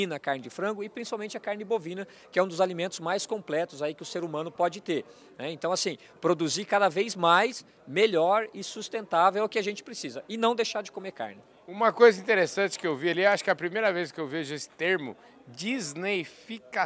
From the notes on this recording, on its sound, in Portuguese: Nesta prosa, gravada durante o Meeting Adir